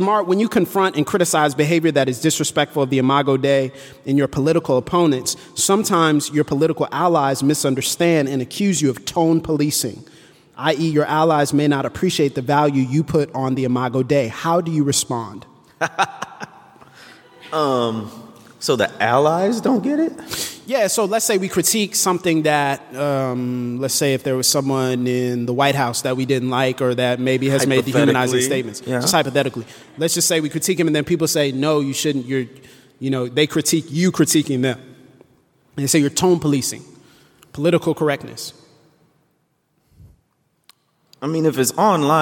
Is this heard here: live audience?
yes